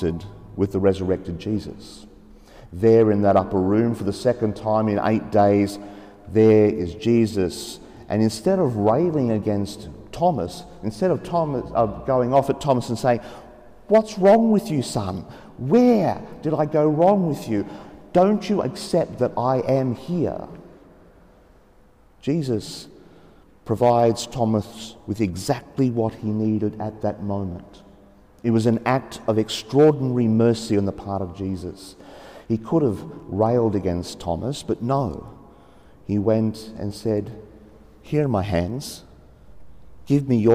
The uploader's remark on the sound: The homily for the 2nd Sunday of Easter (Year B) from Sacred Heart Cathedral, Hamilton.